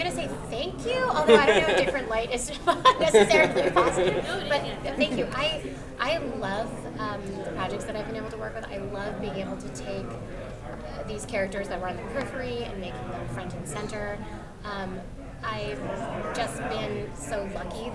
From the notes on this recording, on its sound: Velma Press Conference NYCC 2022. Cast and creative audio for Velama from NYCC.